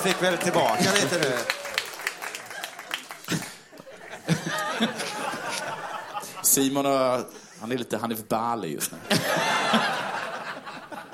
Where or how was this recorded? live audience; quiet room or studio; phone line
live audience